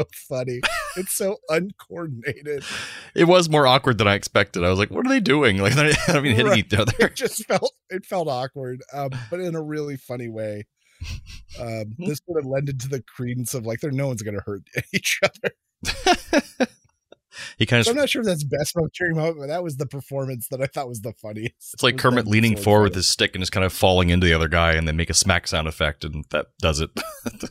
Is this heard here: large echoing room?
no